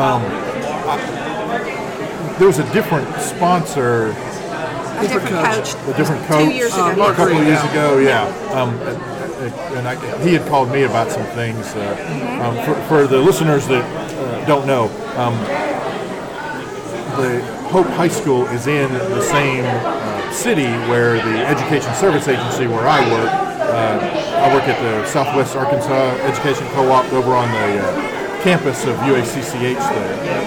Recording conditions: busy venue